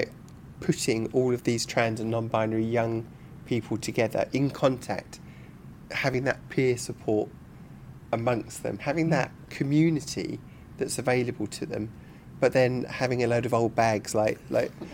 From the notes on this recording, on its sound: This interview was recorded at the London Stock Exchange (LSEG) during Trans in the City's Closing of the Stock Exchange Event for Trans Awareness Week, Nov 14th 2023